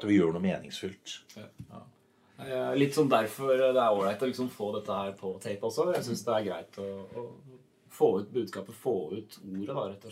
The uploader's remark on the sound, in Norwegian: Dette er den første podcasten gjort av lærere ved AFR. Ta forbehold om at produksjonen kan være av noe varierende kvalitet både teknisk og uerfarenhet ved ledelse av lydprogram.